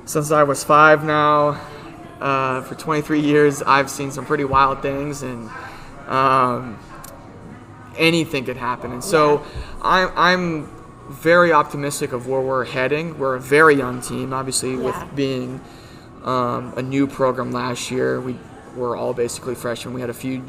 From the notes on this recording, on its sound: This week we recorded at Cocoa Dolce in downtown Wichita.